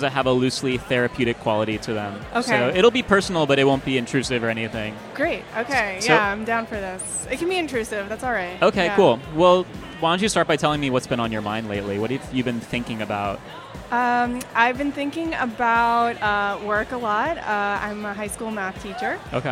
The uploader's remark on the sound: Live from INTERNET YAMI-ICHI